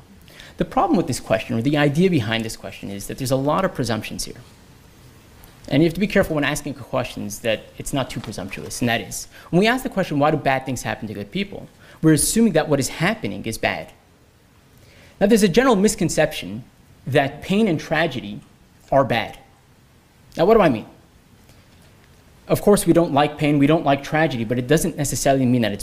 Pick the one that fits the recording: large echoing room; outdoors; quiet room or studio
large echoing room